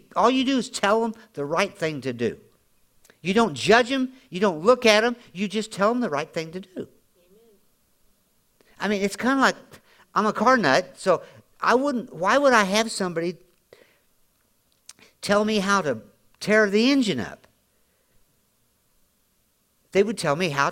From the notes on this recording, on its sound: Audio podcast from Grace Church